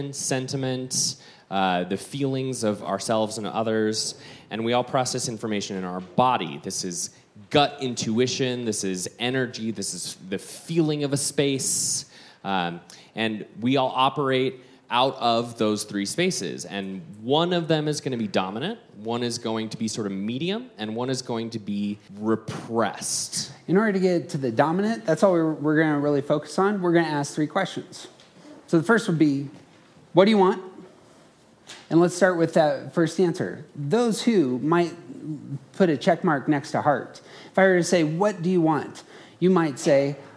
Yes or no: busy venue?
yes